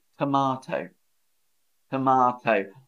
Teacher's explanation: And the second T is pronounced strong, not like a D in America.